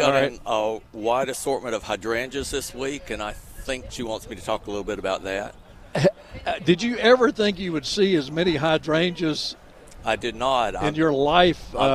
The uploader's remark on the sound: broadcasting live from Campbell Road Nursery.